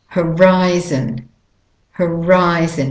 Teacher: And the ri is the stressed, main stressed syllable. The o is a schwa, a de-stressed. Horizon. And the second, both o's are de-stressed.